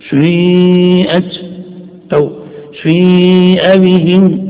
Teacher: نقطة أمام، هذه النقطة تسمى بنقطة الإشمام، وهي مصطلح في الضبط تعني أن حركة السين حركة مركبة من حركته، فلا هي كسرة ولا هي ضمة، تحت الضبط والتقييد قيدك بالإشمام، فإنه يقول لك مد شفتيك